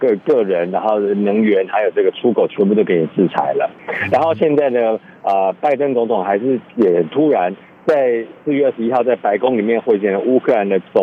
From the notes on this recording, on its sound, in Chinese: 連線美國之音白宮記者